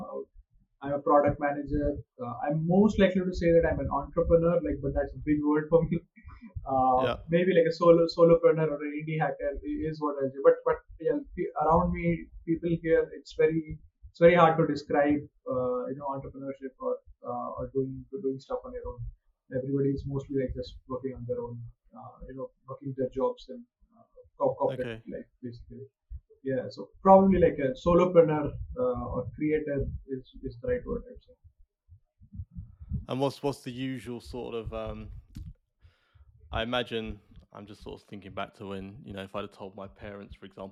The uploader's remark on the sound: Had a few challenges with the audio on this one but I think we've got it to a place that's listenable!